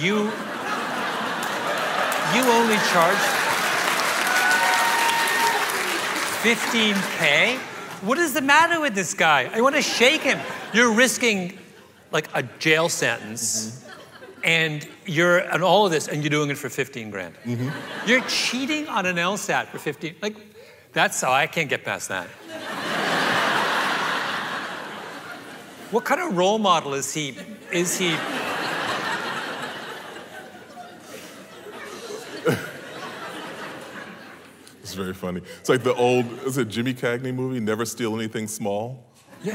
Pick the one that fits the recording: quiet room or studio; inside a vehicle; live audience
live audience